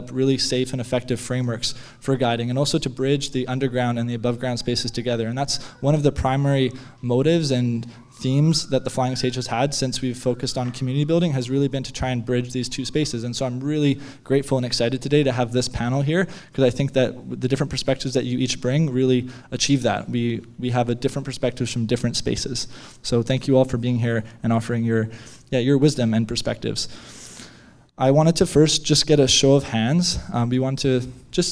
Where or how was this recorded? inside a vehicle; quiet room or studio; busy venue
busy venue